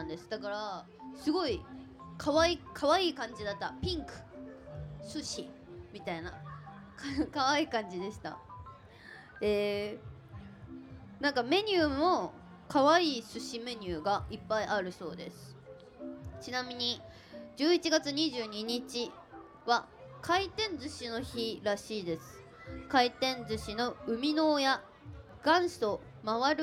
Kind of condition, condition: setting, live audience